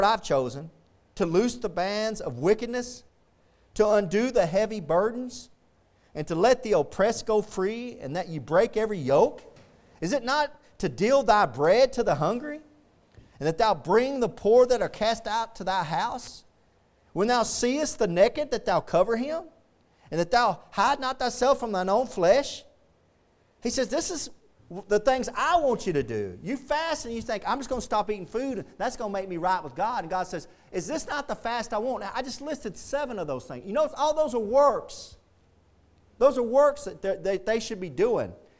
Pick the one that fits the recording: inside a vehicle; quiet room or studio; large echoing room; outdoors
large echoing room